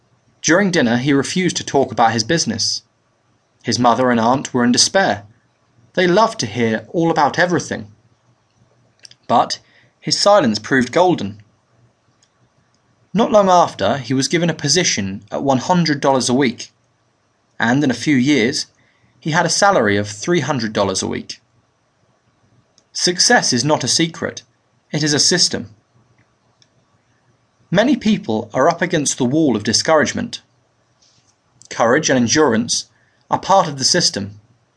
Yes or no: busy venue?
no